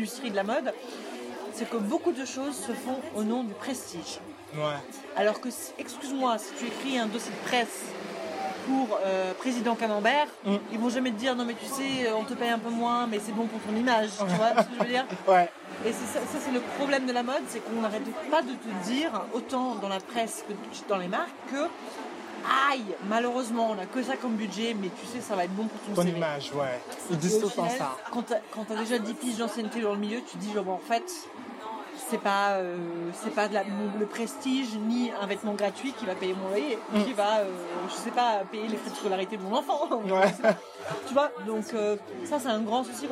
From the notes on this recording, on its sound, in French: Ce podcast a été enregistré au Pub Saint-Lazare dans la rue.